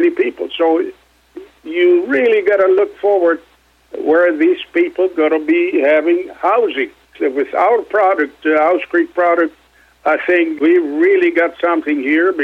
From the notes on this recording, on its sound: called in to SmallCapVoice